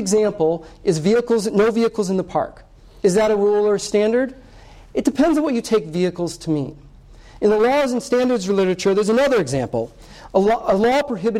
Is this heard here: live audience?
yes